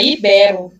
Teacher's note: a palavra forte é o BE, a sílaba forte, quer dizer, ele fala ibero